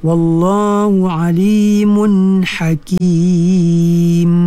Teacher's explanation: bila kita waqaf dia jadi sukun, maka dia kena sempurnakan sifat yang khusus ada pada mim dan nun, iaitu sifat gunnah